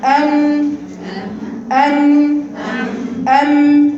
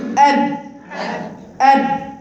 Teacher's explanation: اهي ام الصوت كله طالع من المناخير · Shown in: first take · Term: مخرج الخيشوم